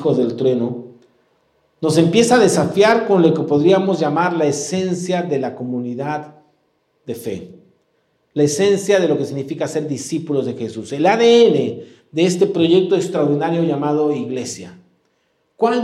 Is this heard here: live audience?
yes